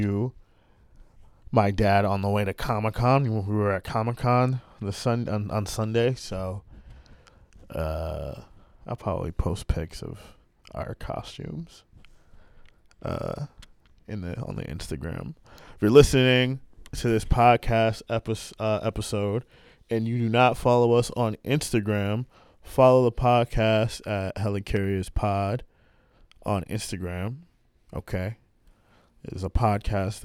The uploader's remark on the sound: LIVE FROM COMIC CON (KINDA , WE WERE LOOKING FOR PARKING!